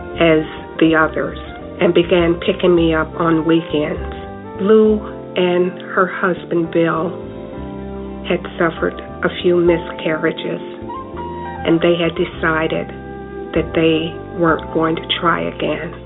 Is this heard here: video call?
no